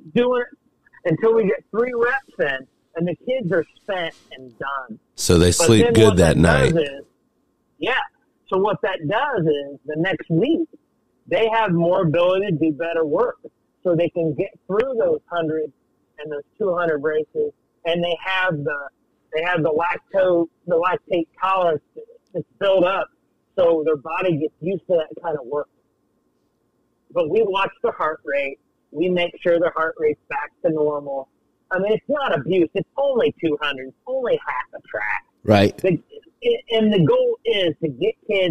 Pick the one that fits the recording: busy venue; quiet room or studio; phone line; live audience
phone line